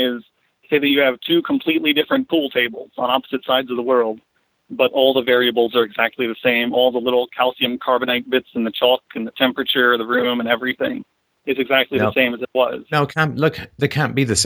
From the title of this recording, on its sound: Call In Show